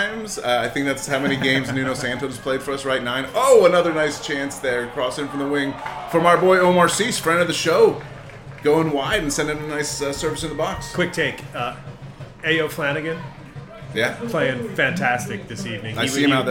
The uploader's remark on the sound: A late winner LIVE from Memorial Stadium. Record the show during the second half of Charlotte Independence's win vs.